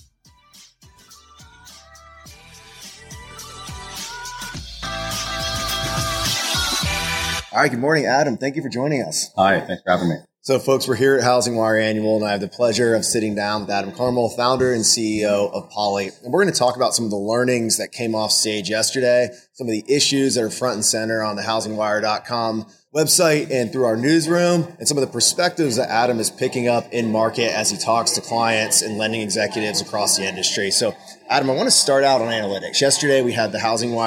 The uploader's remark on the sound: Live interview at HousingWire Annual in Austin, TX. In this live interview at HousingWire Annual in Austin, TX.